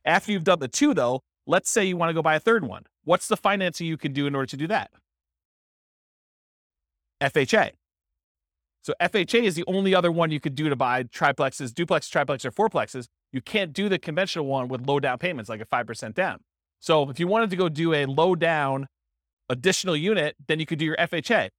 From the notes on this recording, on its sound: This was a live class recorded